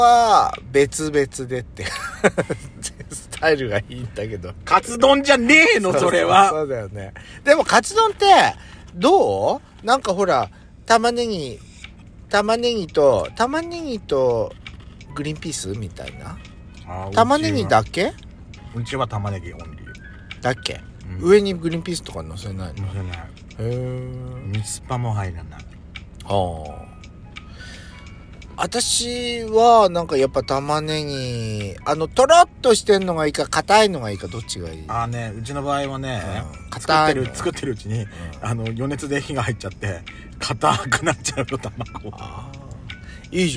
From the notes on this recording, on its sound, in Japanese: パーキング収録